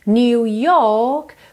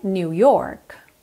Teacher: porque ele não enrola o R · Shown in: first take · Se você quiser enrolar o R, New York.